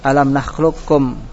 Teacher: qaf di pangkal atau tenggorokan ya. Kafnya di ke depannya, lebih depan. Nah, di situ berdekatan, makhrajnya berdekatan. · Term: idgham qaf kepada kaf